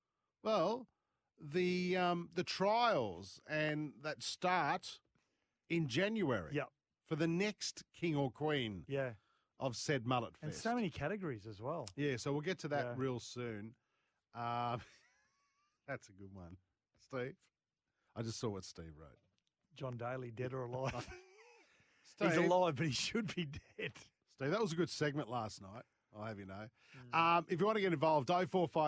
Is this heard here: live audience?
no